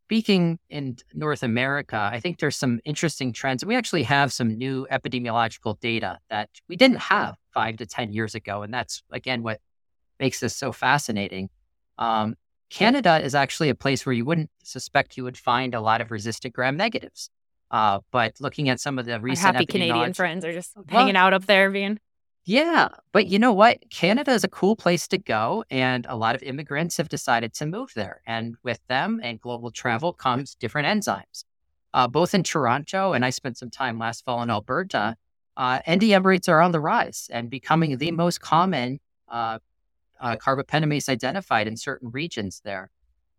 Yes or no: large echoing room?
no